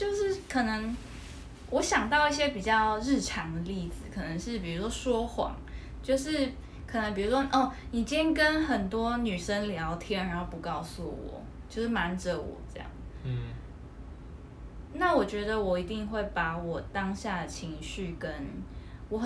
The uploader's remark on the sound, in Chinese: 這一集是我們在IG直播留下來的音檔，雜音多一些些，還請大家見諒。